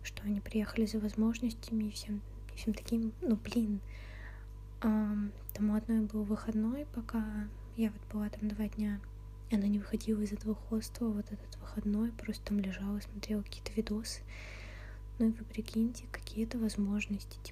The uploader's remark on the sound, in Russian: Вышло очень тихо и с кучей шумов. Подкрутите звук немного погромче.